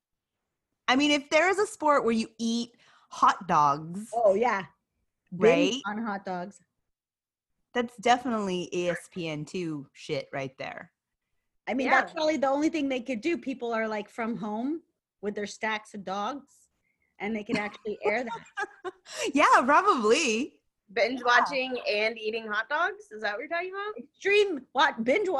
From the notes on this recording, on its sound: In this Zoom episode